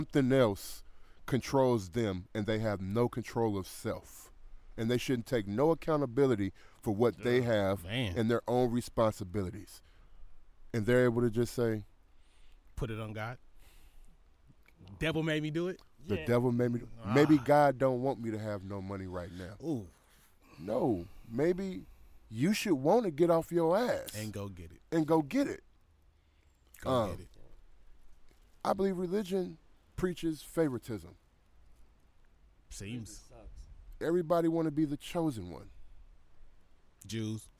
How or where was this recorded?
outdoors